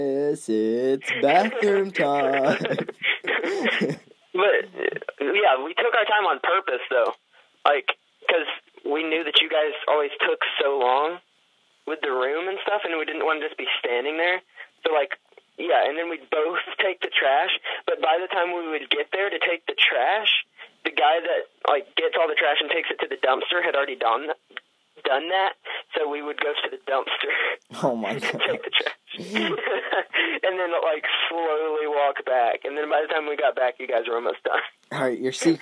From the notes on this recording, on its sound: via telephone